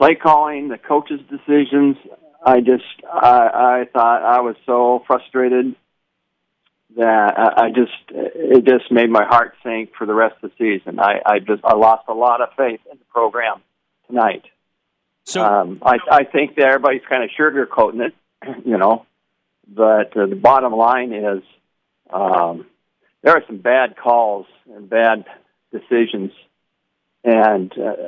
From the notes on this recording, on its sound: POST GAME CALL IN SHOW.